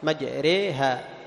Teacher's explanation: وهذا السؤال يريد كلمة ما يقراها لورش والدوري، لا هم يقرؤون بضم الميم، مجريها، لكن حفص يفتح الميم، مجري مع الإمالة، يفتح الميم مع إمالة كسرة الراء وإمالة الألف الياء